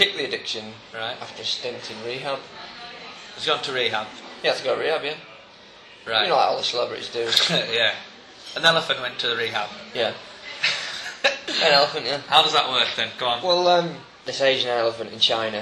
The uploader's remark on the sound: Recorded on location in a coffee shop in Leeds city centre.